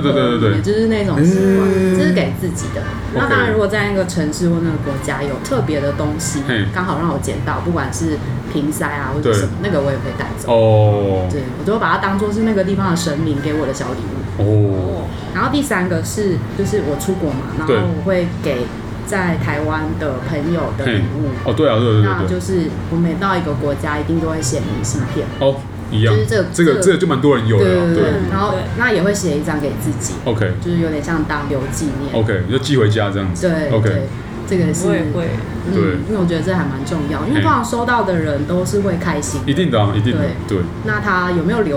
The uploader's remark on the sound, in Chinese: 本集白噪音指數：蚊風級 1/5。錄音地點： Wine Café。